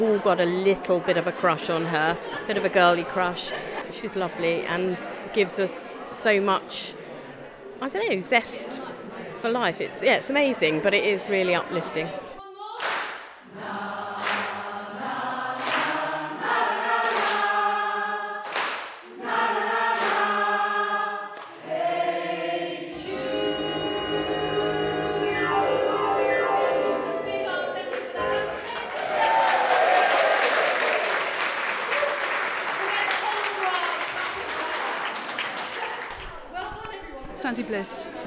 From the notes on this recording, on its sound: Ryecast joined the fifty or so people putting in some last-minute practice. Every Thursday evening the Creative Centre – the old school – on New Road in Rye is filled with the sound of joyful singing. I listened in on rehearsals.